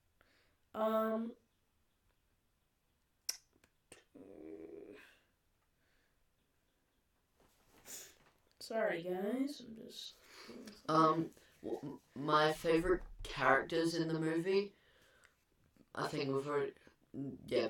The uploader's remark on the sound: Very sorry about the audio on this one.